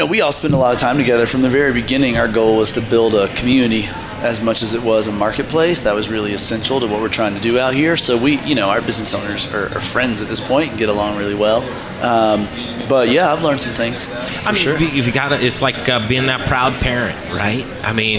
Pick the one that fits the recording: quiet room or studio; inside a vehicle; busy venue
busy venue